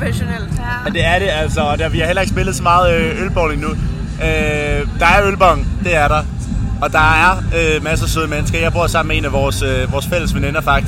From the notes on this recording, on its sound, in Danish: ROSKILDE SPECIAL 1. Din yndlings podcast er tilbage med en sæsonafslutning fra Roskilde Festival.